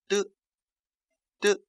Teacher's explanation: 发音的时候先用舌尖抵住上齿龈，然后舌尖呢再离开上齿龈，使气流冲出而发出这个音